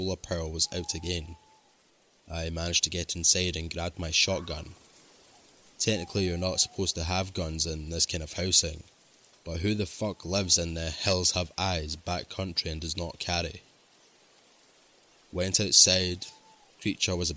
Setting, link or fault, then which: setting, outdoors